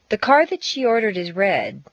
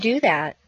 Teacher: The relative pronoun and the conjunction are reducible. The demonstrative pronoun cannot be reduced to a schwa. · Shown in: second take · It must stay a.